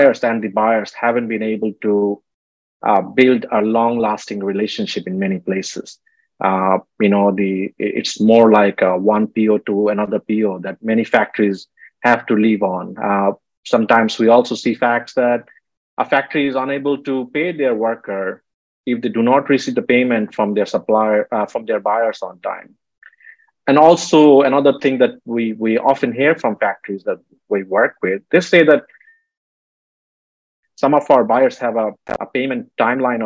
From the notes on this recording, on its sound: this special webinar had panellists share the different types of incentives